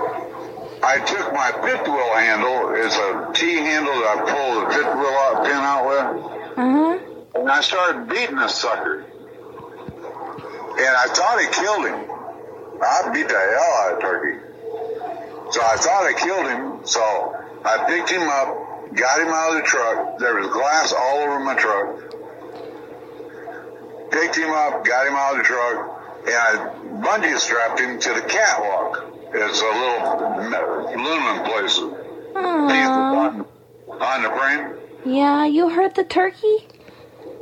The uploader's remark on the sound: We release another phone call. It's once again an older conversation that long-time supporters may remember.